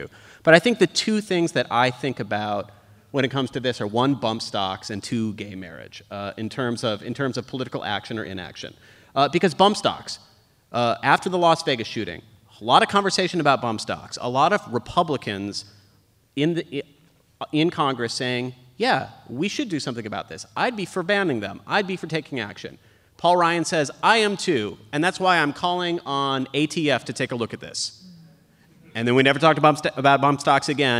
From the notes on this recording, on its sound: NPR Politics Live From Cleveland. Recorded in front of a live audience at the Ohio Theatre at Playhouse Square in Cleveland.